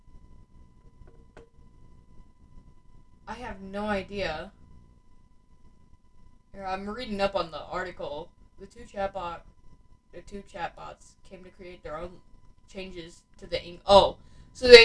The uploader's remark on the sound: I want to apologize about my mic in this first episode, their is a problem with it